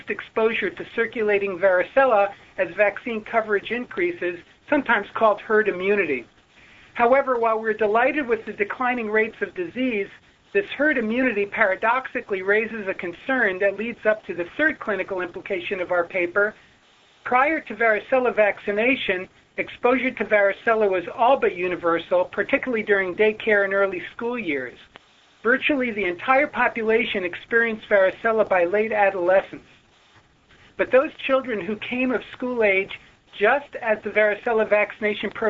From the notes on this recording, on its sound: Author in the Room® Teleconference